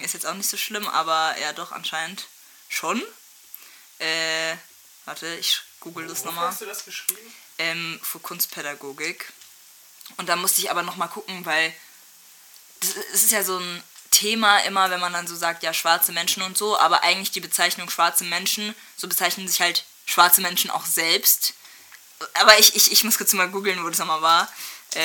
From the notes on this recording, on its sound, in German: Tut mir echt leid wegen der Audio.